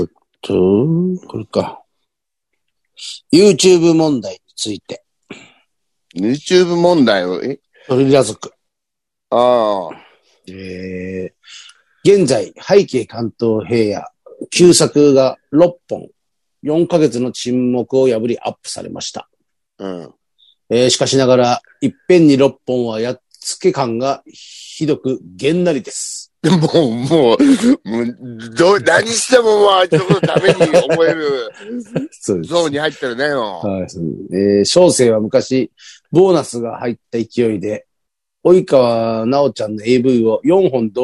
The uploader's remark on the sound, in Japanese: ZOOMで収録